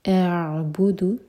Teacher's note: حمزہ اور عین الگ الگ سنائی دینے چاہیے، حمزہ کو 1 حرکہ کھینچنے کے بعد پھر عین ٹچ کریں گے.